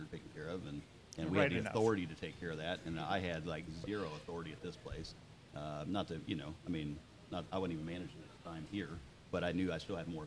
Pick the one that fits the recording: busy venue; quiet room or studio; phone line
busy venue